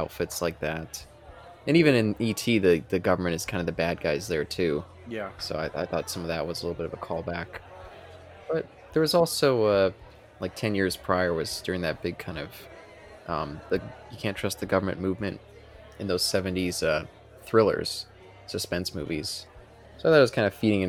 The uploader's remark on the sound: This discussion was recorded in front of a live Bar side audience